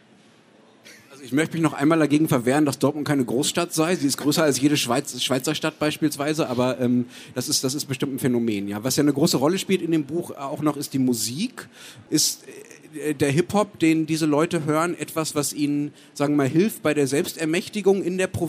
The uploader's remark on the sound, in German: Beim Livepodcast auf der Buchmesse Wien